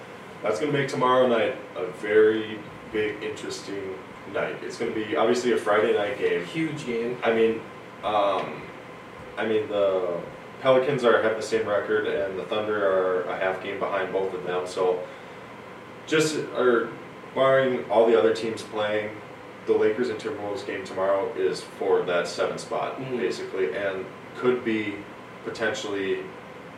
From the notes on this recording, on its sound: Apologize for the audio. One of our mics got messed up so we had to use the camera audio for this episode.